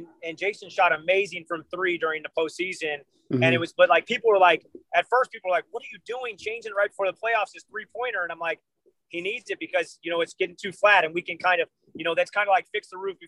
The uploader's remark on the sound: sitting in the car with during the interview